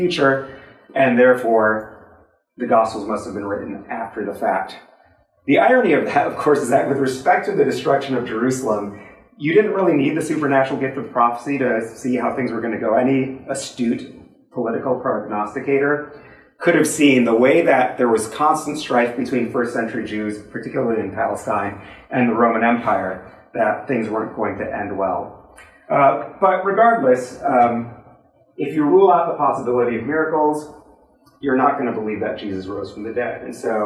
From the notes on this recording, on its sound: This lecture was given on April 15th, 2023 at the University of Rochester